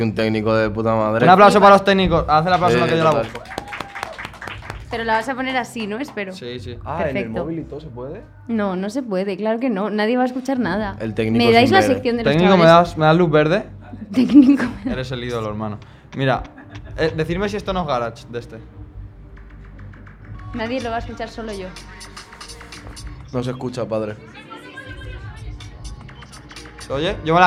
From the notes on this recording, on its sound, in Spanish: Desde el Primavera Weekender y sin videollamada. Pillan un Alsa hasta Benidorm para grabar el episodio en vivo desde Primavera Weekender, el festival medieval de Primavera Sound desde el resort temático Magic Robin Hood. Además, cameos de compis de Radio Primavera Sound involuntarios.